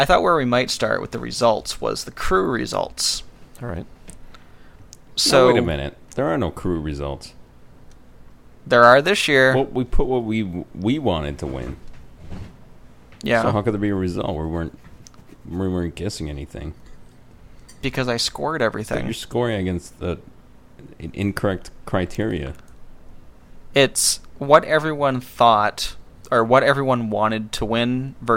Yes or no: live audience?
no